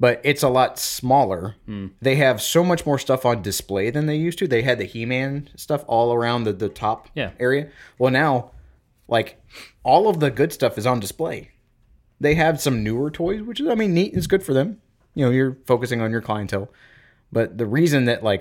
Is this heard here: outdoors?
no